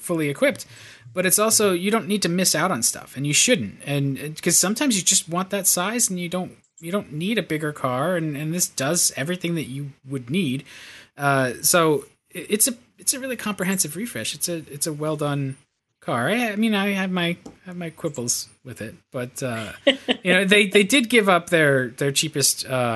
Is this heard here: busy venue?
no